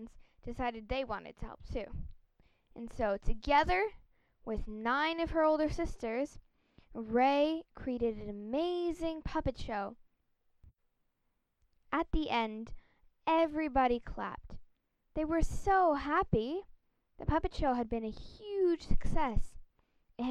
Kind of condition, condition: fault, sounds in the background